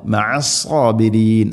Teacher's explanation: സാബിറീൻ അല്ല, റായിനെ തർഖീഖ് ചെയ്യണം, നേർപ്പിക്കണം. മഅസ്സാബിരീൻ ഇങ്ങനെയാണ് ഓതേണ്ടത്.